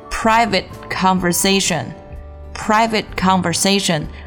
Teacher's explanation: private conversation 的 private 的 t 要做一个失爆处理